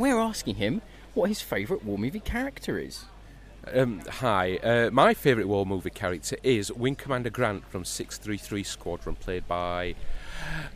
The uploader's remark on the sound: We Have Ways Fest Wind-down 2022. Apologies for some of the wind noise, it was a gusty day!